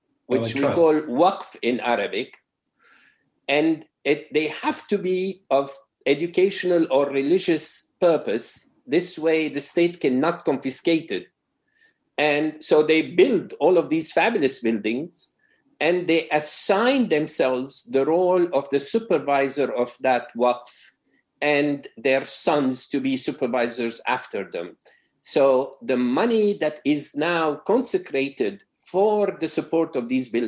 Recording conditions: video call